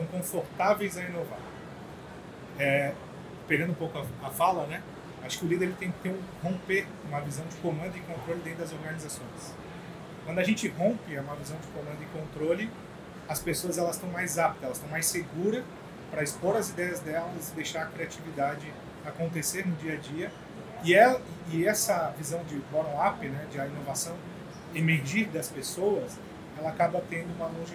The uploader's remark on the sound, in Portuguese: Série especial de videocasts, gravada diretamente da Febraban Tech 2023, o maior evento nacional de inovação e tecnologia para o setor financeiro.